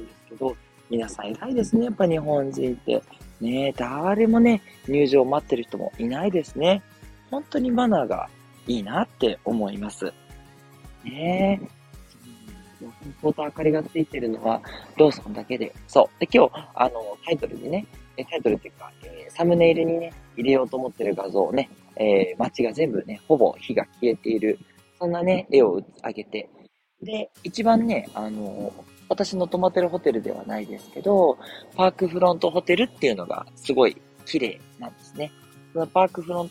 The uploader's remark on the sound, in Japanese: 真夜中のUSJ：ユニバーサルスタジオジャパン入口から。今日も、大阪旅行中のため、残念ながら収録で・・・。行き当たりばったりで収録となりました。